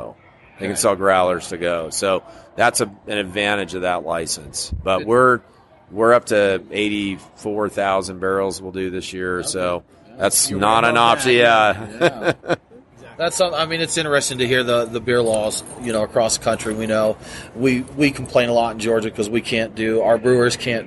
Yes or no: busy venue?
yes